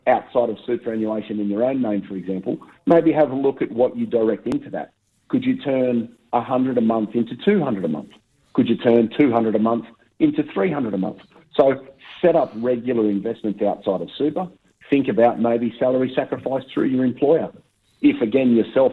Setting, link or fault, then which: link, phone line